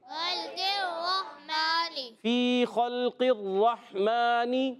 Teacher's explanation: خا لام سے ملائیں گے لام کو ہلانا نہیں خا کو پر رکھنا ہے